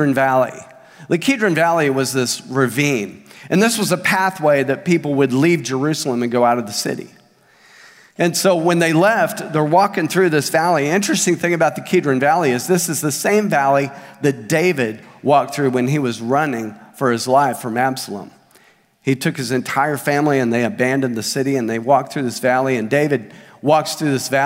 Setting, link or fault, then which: setting, large echoing room